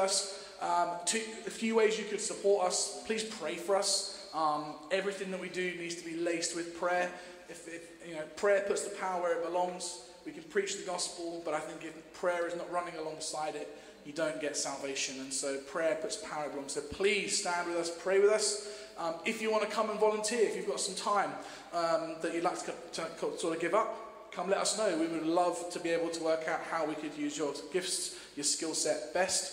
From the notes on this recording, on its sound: Streamed live at St Paul's Shadwell